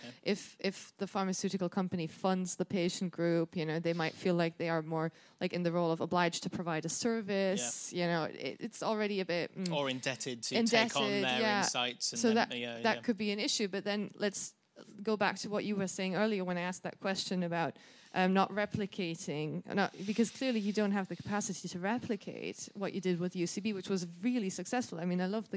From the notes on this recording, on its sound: a panel discussion presented at the 2019 Patients as Partners EU conference